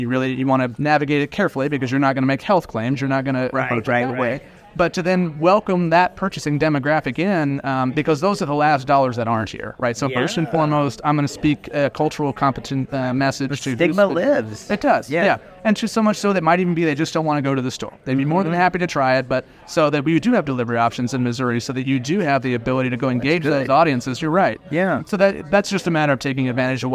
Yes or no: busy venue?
yes